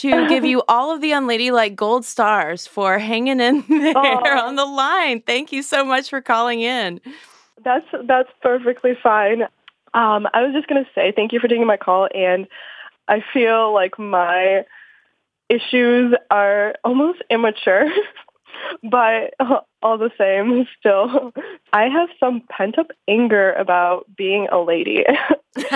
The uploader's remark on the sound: Open the Unladylike Hotline to take listeners' calls, live 'n' unrehearsed.